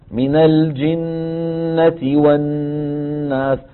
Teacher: الأمر الثاني إطالة الغنن، من الجنة والناس، الغنة الممطوطة في الميم والنون